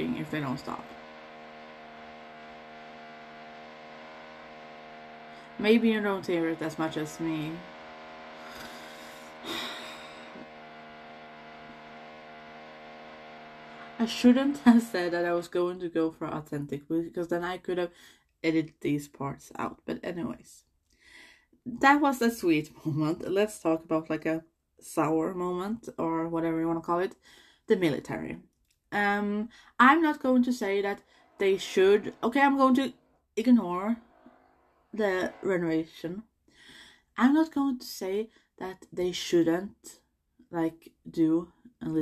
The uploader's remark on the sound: My neighbors are still renovating so i apologize for the background noises.